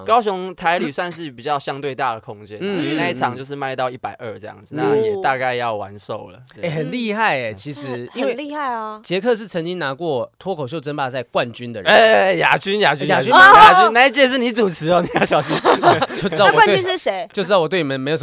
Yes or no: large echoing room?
no